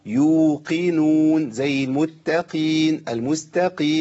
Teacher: القاف مكسورة لكن لا تنزل الى الكاف ولا ترقى بمرتبة تفخمية عالية